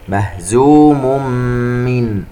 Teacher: التنوين عند الميم إدغام بغنة